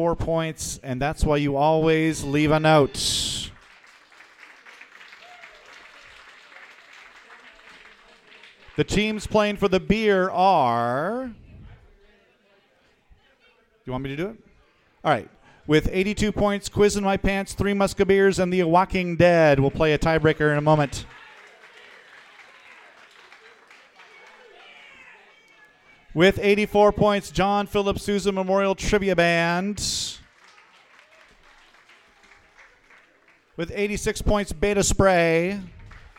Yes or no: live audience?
yes